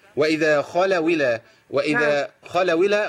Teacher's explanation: الواو هنا عندي إيه؟ ساكنة وبعديها همزة. الهمزة بتنقل حركتها إلى حركة الساكن قبلها